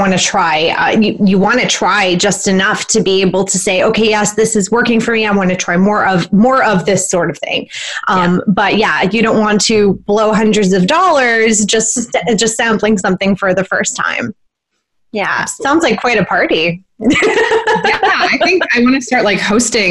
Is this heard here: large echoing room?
no